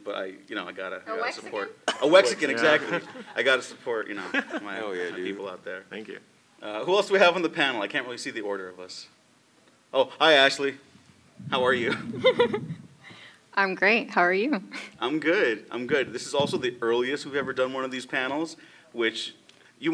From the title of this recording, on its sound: Live panel at L.A. Comic Con 2022